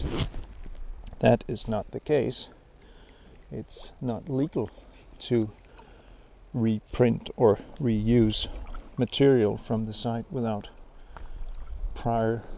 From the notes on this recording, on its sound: During a trip for sea trout (one caught while NOT recording)